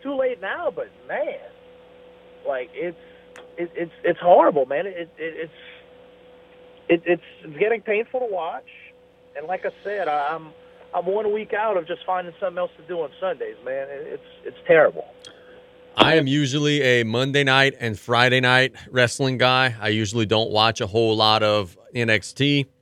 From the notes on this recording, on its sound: We go to the phone lines in the third segment of the show